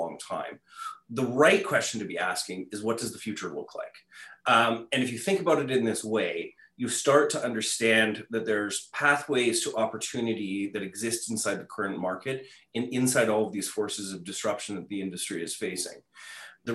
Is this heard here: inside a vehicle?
no